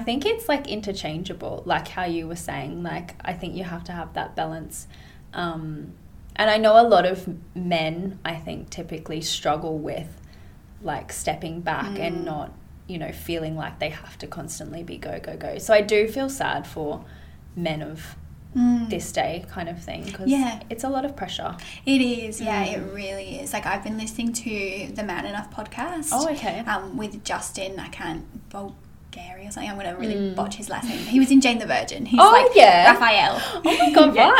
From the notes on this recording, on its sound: The audio is a little bit up & down within this ep, I'm still learning the best way to record in person eps as I'm used to recording online.